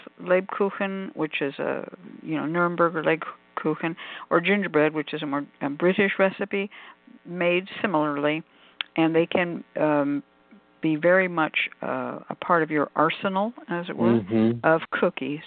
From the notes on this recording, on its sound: a real, live call-in show